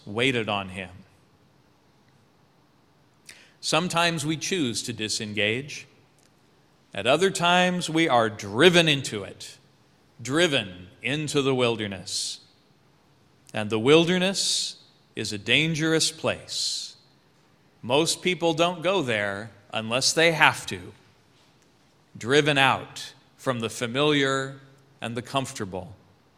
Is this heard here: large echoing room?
yes